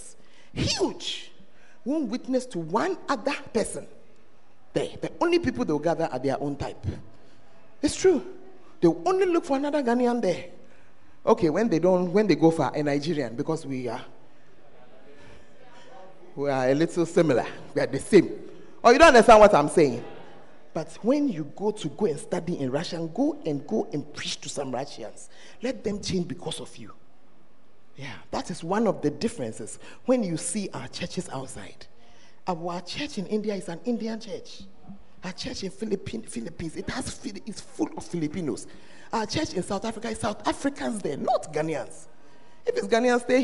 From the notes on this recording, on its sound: Preached at the First Love Center, Ayeduase